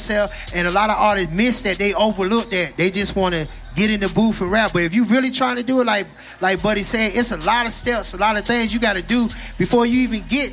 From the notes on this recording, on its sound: K-100 Radio was in the building broadcasting live at the ART OF RADIO showcase. In ATL.